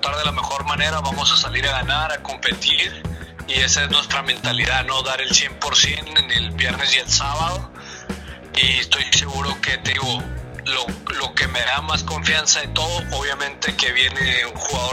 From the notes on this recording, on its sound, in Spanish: El día de hoy te traemos la entrevista telefónica que tuvimos